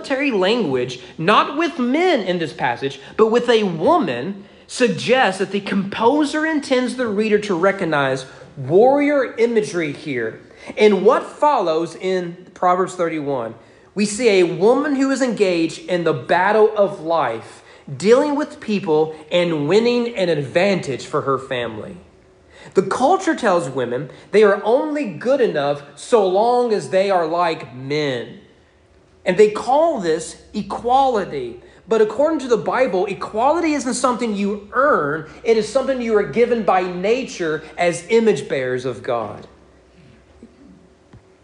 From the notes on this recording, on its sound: Sermon preached at East Frankfort Baptist Church on May 8, 2022 on Mother's Day during morning worship.